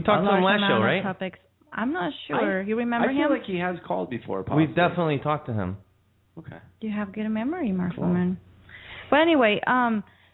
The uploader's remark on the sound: Take random callers who will share their "story".